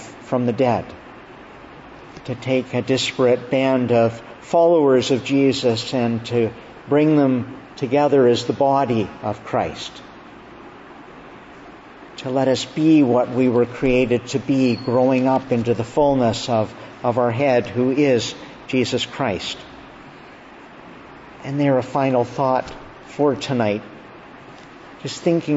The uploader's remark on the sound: June 5, 2022 Evening Service. Preached at Evening Prayer, beginning of Augustine College Summer Conference.